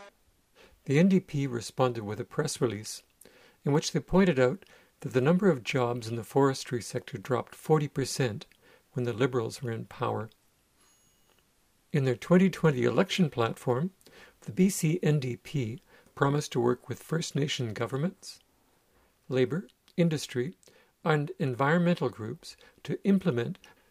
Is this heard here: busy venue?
no